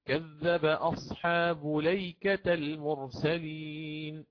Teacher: قرأها الإمام ورش بلام مفتوحة، ولكنها لم تسبق بهمز وصل ولا همز قطع بعدها